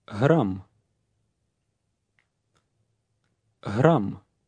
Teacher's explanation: The first letter of number 12 represents the unvoiced г sound that resembles GH when you say big hug very quickly